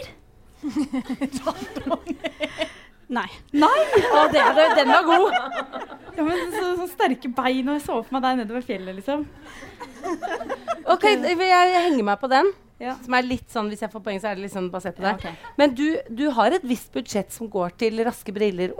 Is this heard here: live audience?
yes